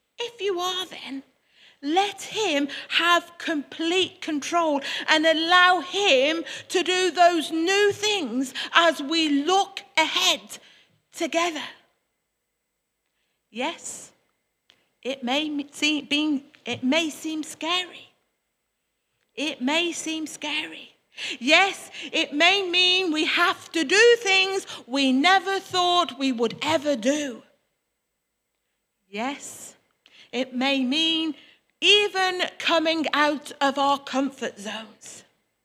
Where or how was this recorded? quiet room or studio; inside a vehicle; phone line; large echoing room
large echoing room